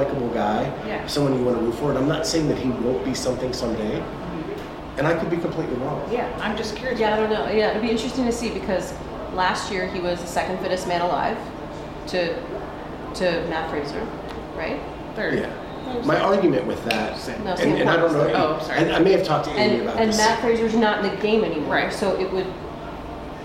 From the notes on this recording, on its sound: Friday Night Live at the CrossFit Games. Are spending the week in Madison, WI at the NOBULL CrossFit Games.